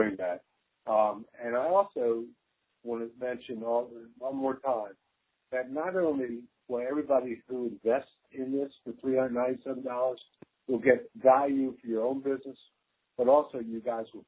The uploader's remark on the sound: phone call conversation (sorry about the audio quality!!)